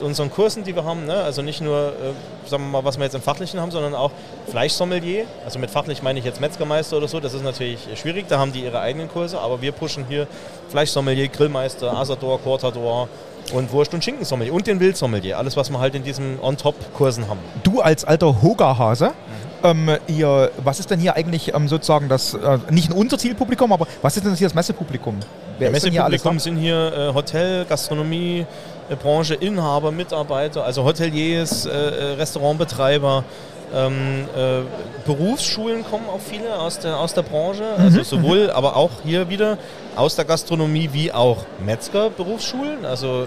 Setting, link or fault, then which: setting, busy venue